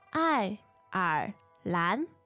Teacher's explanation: And that's fourth, third, and second.